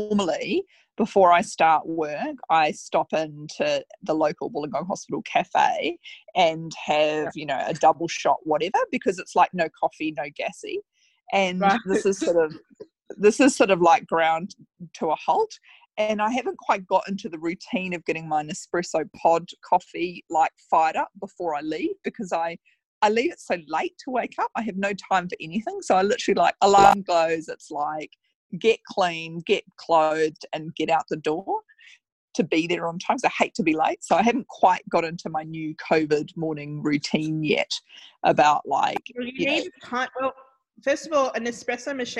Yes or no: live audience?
no